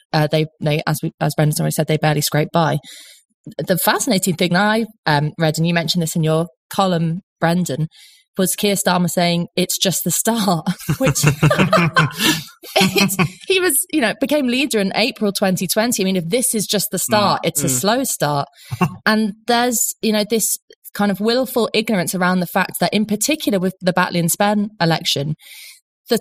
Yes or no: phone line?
no